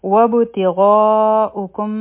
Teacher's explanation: په با باندې به قلقله کو ځکه چې په دې سکون دی